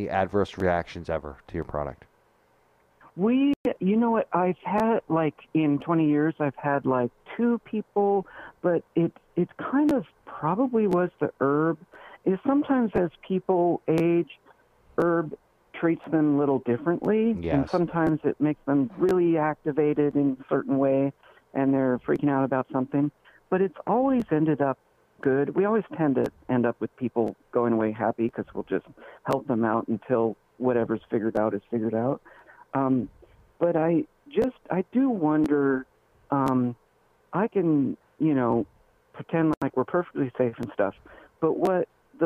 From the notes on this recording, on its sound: Phone call